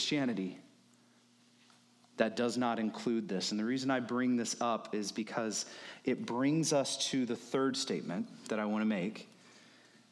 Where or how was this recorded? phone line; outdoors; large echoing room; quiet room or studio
large echoing room